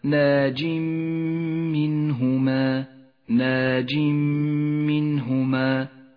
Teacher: الإدغام بغنة في قوله تعالى ناج منهما ناج منهما، التنوين وبعده حرف الميم، إدغام بغنة. يسقط التنوين من اللفظ، ولذلك لون بالرمادي في مصحف التجويد، وتشدد الميم التي بعده، وتحتاج إلى غنة زمنها حركتان